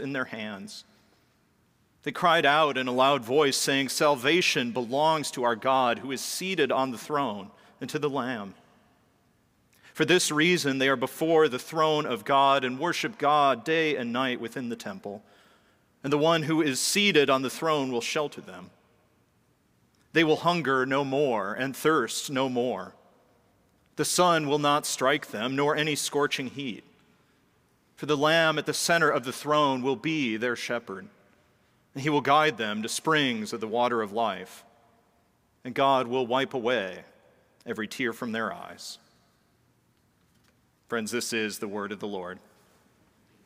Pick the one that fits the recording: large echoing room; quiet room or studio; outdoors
large echoing room